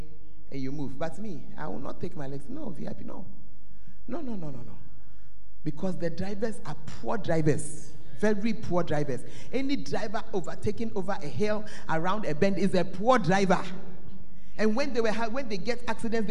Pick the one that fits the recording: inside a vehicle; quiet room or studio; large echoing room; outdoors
large echoing room